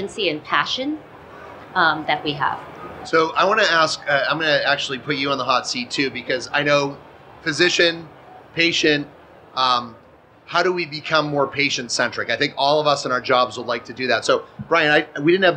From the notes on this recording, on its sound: Live from SXSW 2023. This presentation, originally recorded in front of a live audience at SXSW 2023.